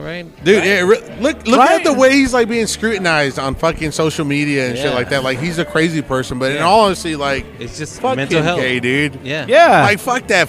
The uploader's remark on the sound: This week we are on location from Whiskey River Saloon